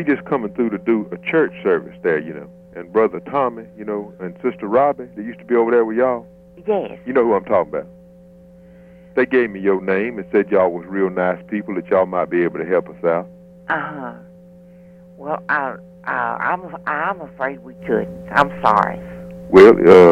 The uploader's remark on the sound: Prank Phone Calls